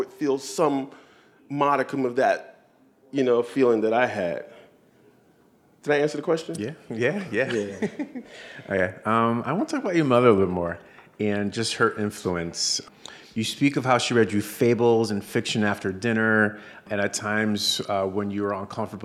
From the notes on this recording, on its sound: Their conversation was recorded at Powell’s Books in downtown Portland.